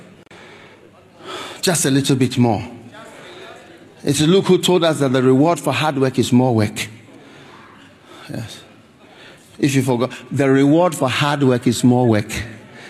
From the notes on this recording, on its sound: Preached at the Trinity Christian Centre, Singapore.